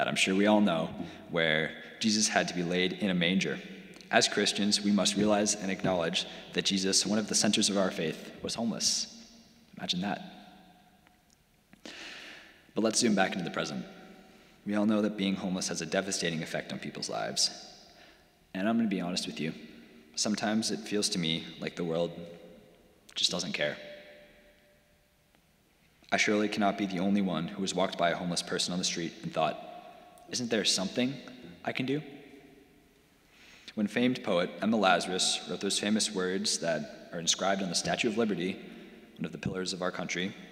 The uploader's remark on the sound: Sermons from Old South Church in Boston